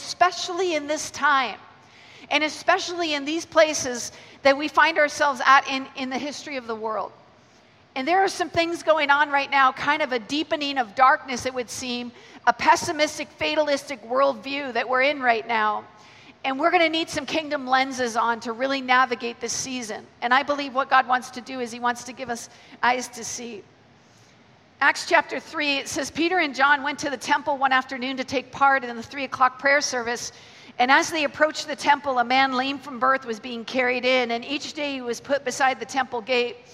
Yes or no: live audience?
yes